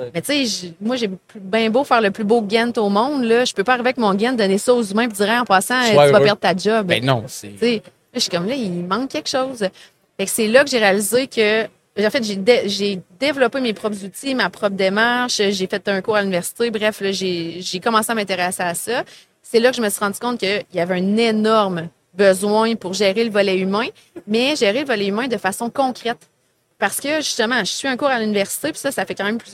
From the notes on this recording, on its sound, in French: En direct du Salon Industriel de Terrebonne